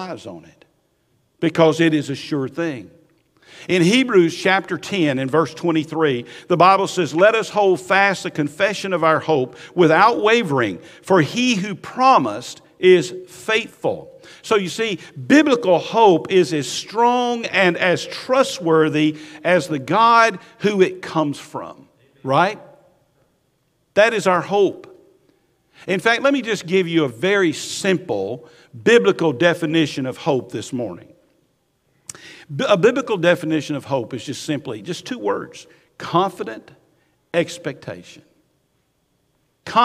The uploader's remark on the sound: Recorded at Highland Baptist Church, Molino FL